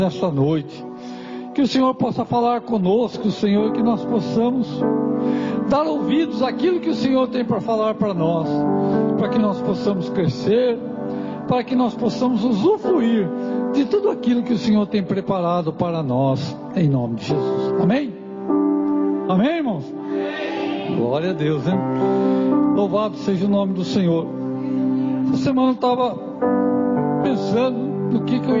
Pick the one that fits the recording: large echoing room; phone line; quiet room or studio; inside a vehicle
large echoing room